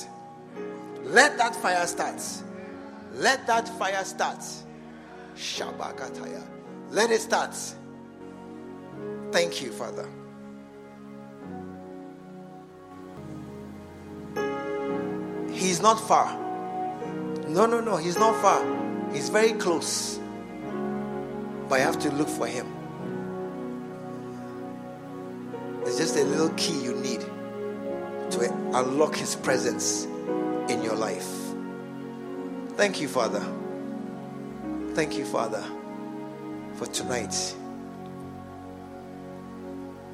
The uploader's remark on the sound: An inspiring message preached at the SAT service, True Vine Cathedral, Bantama